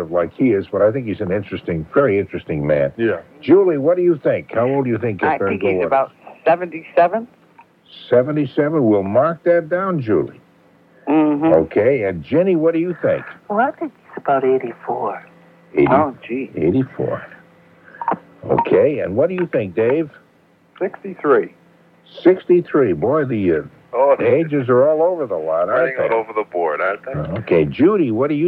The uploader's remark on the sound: I'm on the phone